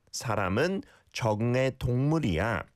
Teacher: So the key words here, 사람, meaning person, 은 is the particle marker, 적응 is to get used to something. And the 에, although it's spelled 으이 like 으이, but often pronounced 에, if not almost exclusively